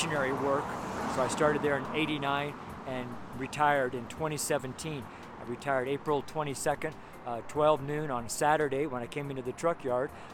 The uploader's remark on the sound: STREET SERMON